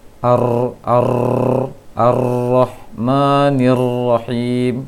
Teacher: Namun harus tetap bergetar. Hanya saja tidak banyak jumlah getaran ujung lisan ketika mengucapkan ro.